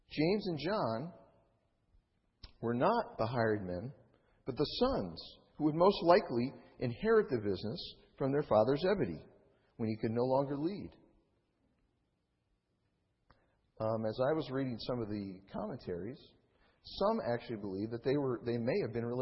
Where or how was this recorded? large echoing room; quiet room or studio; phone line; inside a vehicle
large echoing room